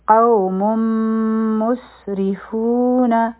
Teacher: قوم مسرفون، میم او سین به یوځی شي، په سین کې د سیټي آواز دی. را چې ده دا به نری وایو، د دې د لاندې کسره ده ری، بیا د فو په فا باندې ضمه ده په واو سکون دی، دوه حرکه به راکاږو، نون به یو حرکه وایو.